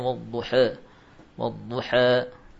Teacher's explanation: ada lagi bacaan taqlil imalatu sughra seperti riwayat warsh ya wadduha ha maftuh tapi tidak sempurna wadduha antara fath dengan imalah